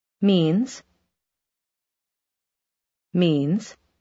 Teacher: Вы обратили внимание на приглушенный звук z на конце слова means?